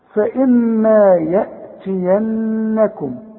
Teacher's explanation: الميم اللي عليها الشدة لازم تغم